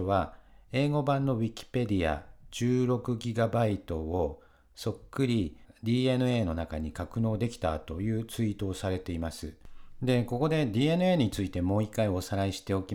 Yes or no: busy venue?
no